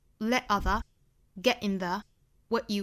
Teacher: let other people get in the way of what you reallywant。大家注意这种情况其实在英国本土是非常常见的。其实英国本土像伦敦本土一些常见的方言的发音方式就是会省略这个 t 的发音，发成 glottalstop，也就是顿这么一下，有一个受阻的过程